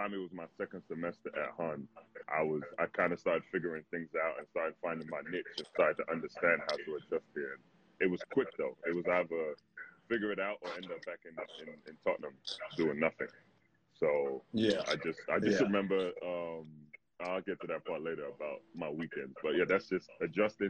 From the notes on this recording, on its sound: With the world locked down during the coronavirus pandemic.